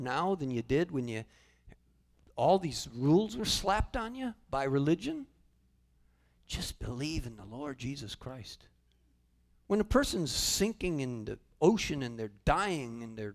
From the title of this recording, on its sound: Calvary Assembly of God live Stream